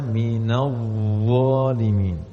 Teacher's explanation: Benar-benar ujung lidahnya itu nempel di ujung gigi seri atas.